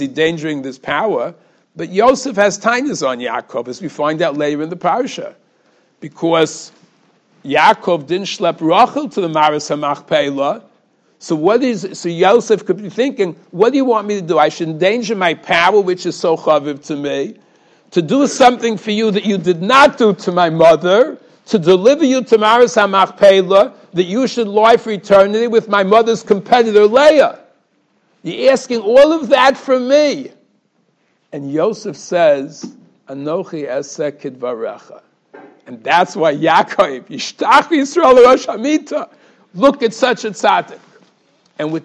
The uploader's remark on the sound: Shiur recorded in Yeshivas Ohr Reuven, Monsey, NY.